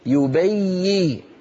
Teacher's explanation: هنا الياء يبين لا تقطع صوت الياء لأن الياء رخوة